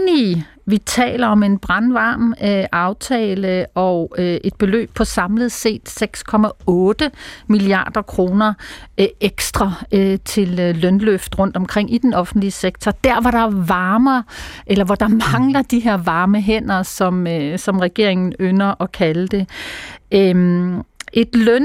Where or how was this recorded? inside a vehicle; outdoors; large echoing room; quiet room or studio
quiet room or studio